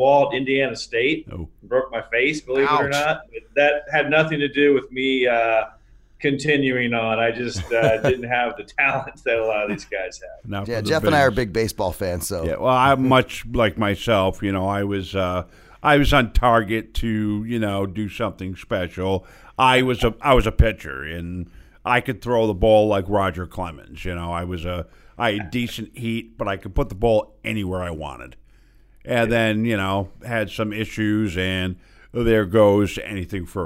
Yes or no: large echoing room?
no